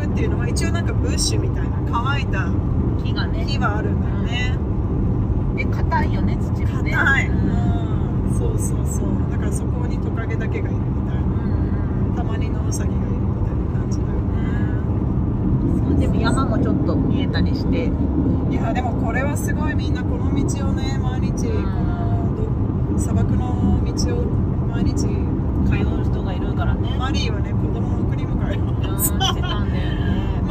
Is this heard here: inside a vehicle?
yes